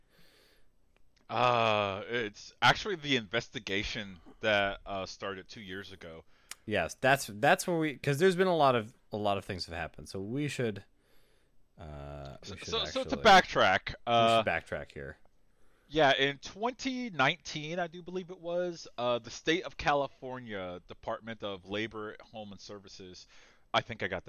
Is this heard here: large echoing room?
no